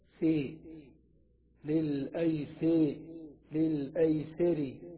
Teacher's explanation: فتحة السين تجوز إمالتها فتقول سي للأيسر